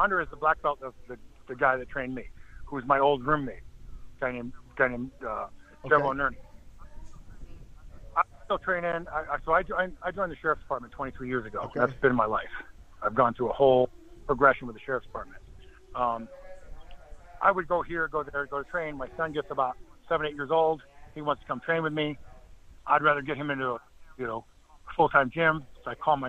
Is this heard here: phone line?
yes